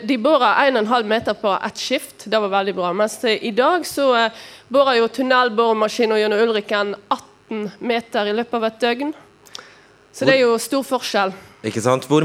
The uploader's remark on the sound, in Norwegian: Vi er midt i Bergen sentrum på Ole Bull scene - med et herlig bergenser-publikum.